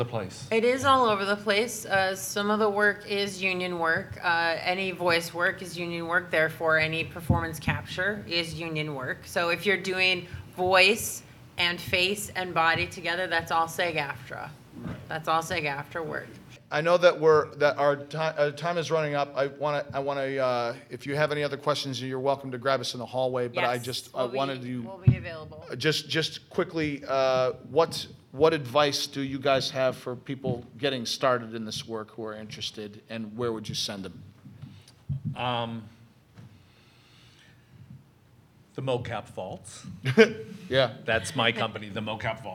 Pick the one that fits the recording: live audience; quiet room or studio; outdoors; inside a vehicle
live audience